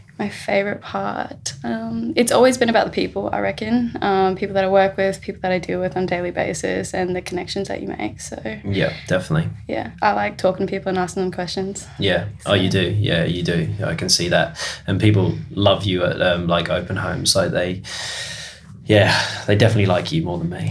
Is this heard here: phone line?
no